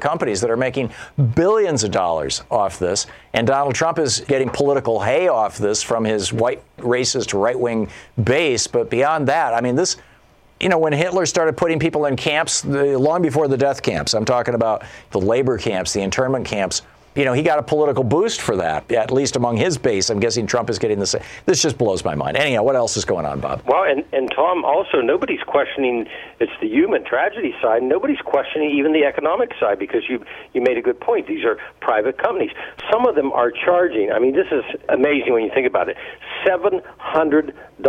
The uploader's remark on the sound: Callers phone in with questions.